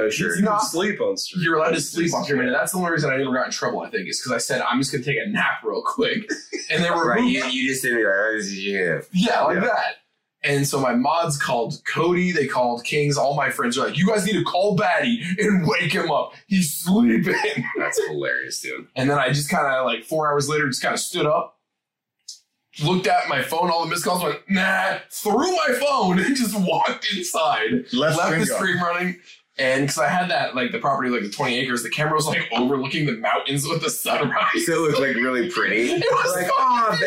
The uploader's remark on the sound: BAD AUDIO SORRY. THE AUDIO IS BROKEN. Just pretend we were drunk and filmed this on a cell phone. Hit the record button twice...THUS TURNING IT OFF...